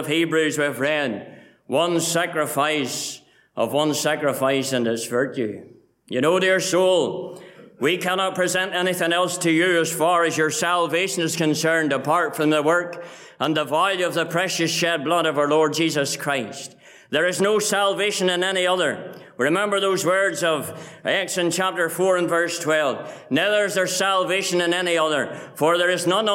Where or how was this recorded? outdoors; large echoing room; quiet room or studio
large echoing room